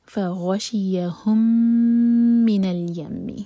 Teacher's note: فغشیہم کا میم اور من کا میم مرج ہو رہے ہیں، یہ ادغام متماثل سیم لیٹر مرج ہو رہے ہیں، میم کو ہولڈ کیا جائے گا دو سیکنڈ.